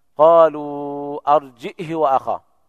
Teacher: بالهمزة مع إسكانها وكسر الهاء بدون صلتها